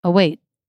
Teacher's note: You don't actually hear a T sound. There's no T sound happening. What's happening is the quality of the syllable is changing. · Term: stop T